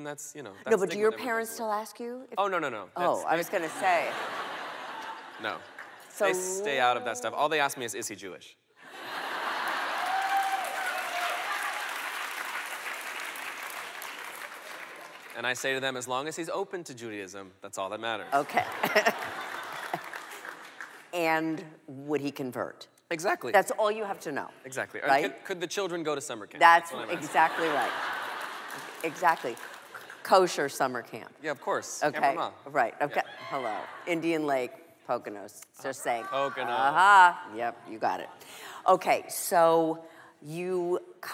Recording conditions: live audience